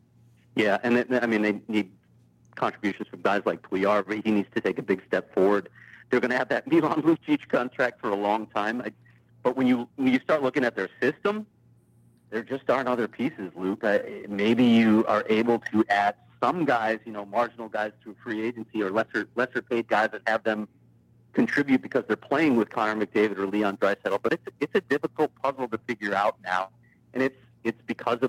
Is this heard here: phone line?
yes